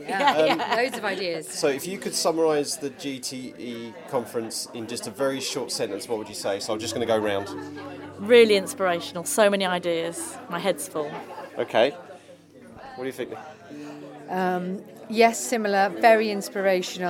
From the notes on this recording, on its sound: Geography Teacher Educators Conference 2024. This shot of geography-laden caffeine is a break-time chat at the Geography Teachers Educators Conference, that took place at the end of January 2024 in York.